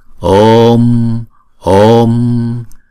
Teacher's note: Trong câu này thì chúng ta đọc như sau. Chữ O là diphthong cho nên chúng ta sẽ đọc hai nhịp.